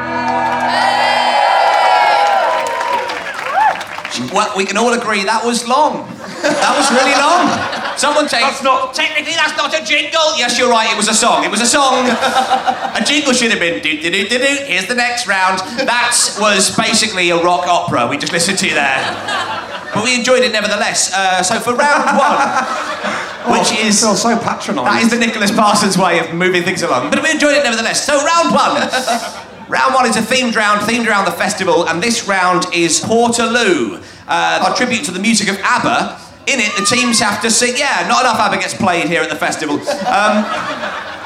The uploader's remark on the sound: At Green Man festival for a fun episode recorded in a massive comedy tent at 1am on a Sunday morning!